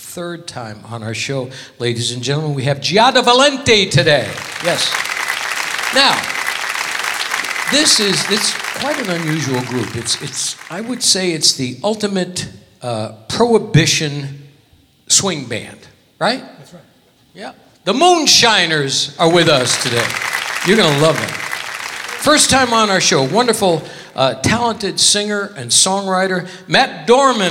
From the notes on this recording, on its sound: Live at the SouthPoint Casino